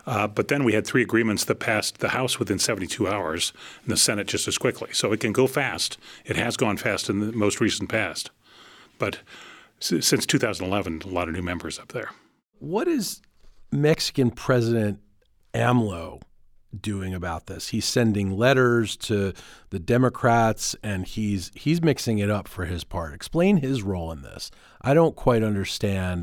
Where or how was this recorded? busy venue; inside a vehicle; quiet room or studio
quiet room or studio